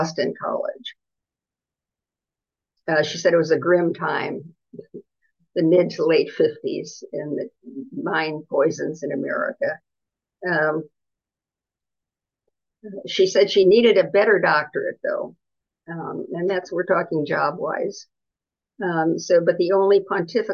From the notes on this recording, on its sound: A live webinar. Part of our weekly webinar series, Radical Feminist Perspectives.